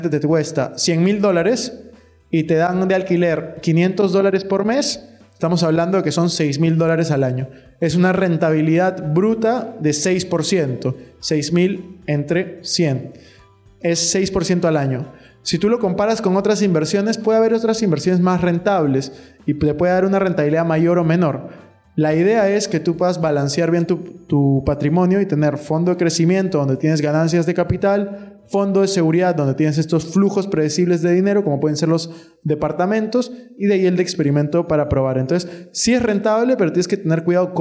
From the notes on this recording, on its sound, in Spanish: PODCAST EN VIVO. Episodio grabado en vivo junto a los participantes de mi último evento.